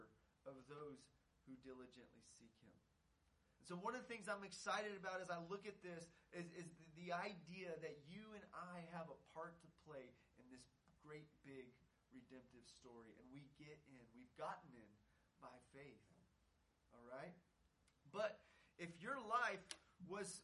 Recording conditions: large echoing room